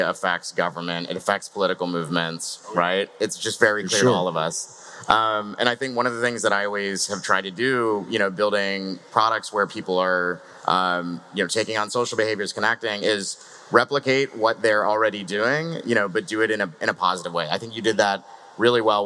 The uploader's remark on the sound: Live from Breakpoint 2021